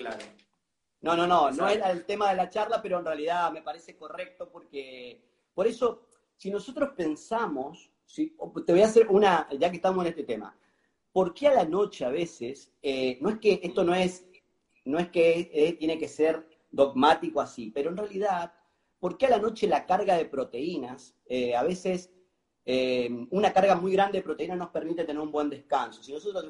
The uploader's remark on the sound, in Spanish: Audio de la charla en VIVO por Instagram